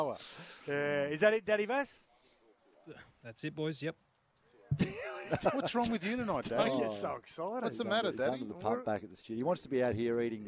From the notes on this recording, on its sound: live from the BIG4 Caravan Park in Helensvale